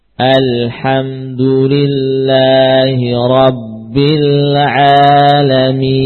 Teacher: Baca sampai enam harokat mimnya. · Term: sukun aridh